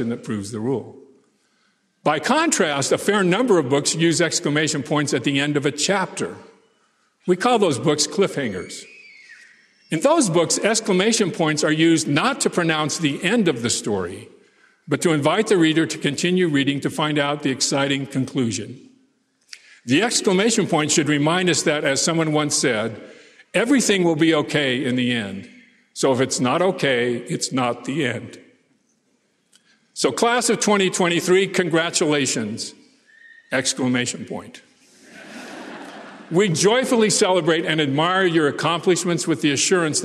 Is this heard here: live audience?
yes